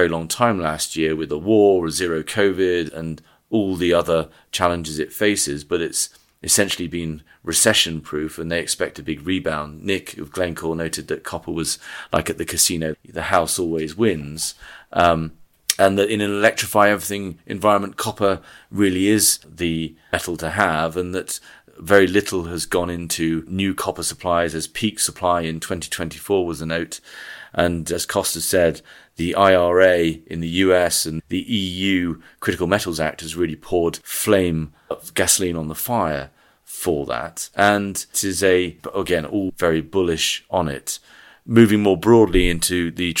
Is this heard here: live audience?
no